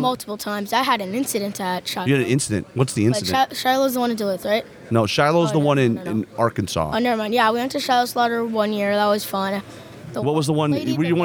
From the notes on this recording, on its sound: We bring you the next batch of content recorded at this year’s US Masters in Omaha.